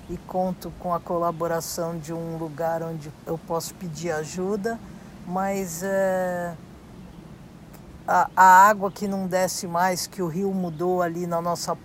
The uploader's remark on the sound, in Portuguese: Conversa gravado no celular que quis dividir. Claro me desculpando mou não pela qualidade do audio.